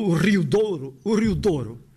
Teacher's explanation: Rio, com duas sílabas, e depois com o ditongo